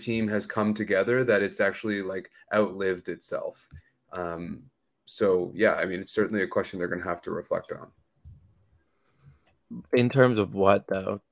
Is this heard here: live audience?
no